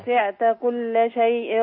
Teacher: والملحوظة الثانية وسعت اتمام حركة الكسر فيها